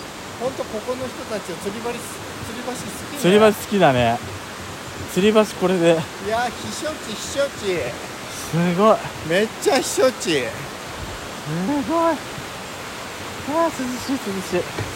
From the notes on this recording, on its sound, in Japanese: 塩原温泉郷でお滝めぐり。鳥のさえずりとせせらぎの音で少しは涼めるかしら？ロケ収録。